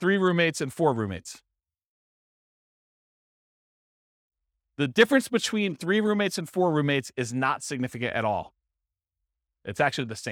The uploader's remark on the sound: This was a live class recorded